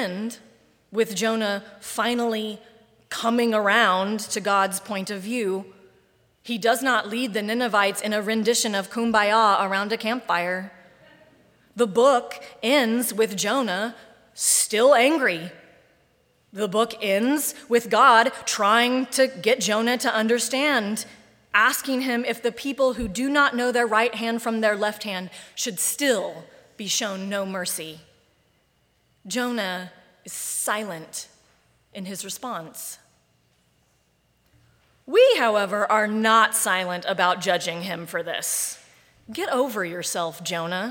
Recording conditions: large echoing room